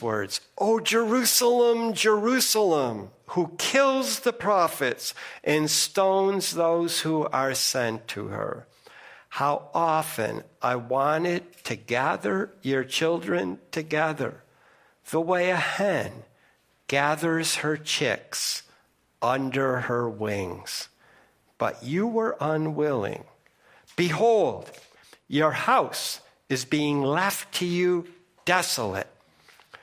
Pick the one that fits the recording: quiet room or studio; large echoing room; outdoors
large echoing room